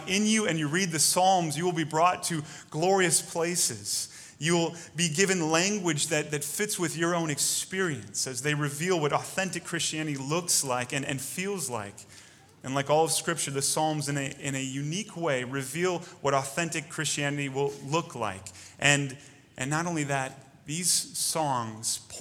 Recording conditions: large echoing room